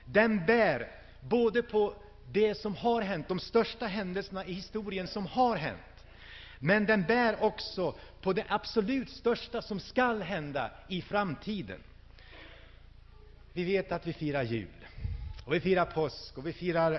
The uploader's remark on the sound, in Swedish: Inspelad i Hönö Missionsförsamling 2000-12-03.